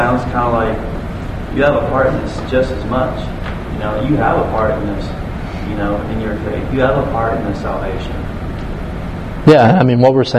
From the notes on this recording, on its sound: This was a live Q&A done at City of God